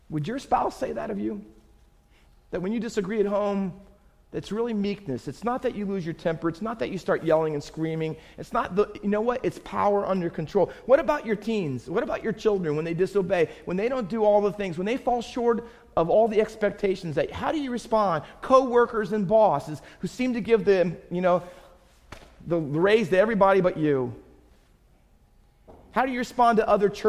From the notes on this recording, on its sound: Faith Baptist Church in Hamilton, NJ.